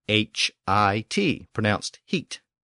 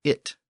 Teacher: over time, the h fell away at the beginning, and it just became it · Shown in: second take · eventually pronounced as it. · Term: loss of the H sound